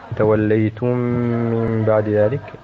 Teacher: توليتم من بعد ذلك إدغام متماثلين مع الغنة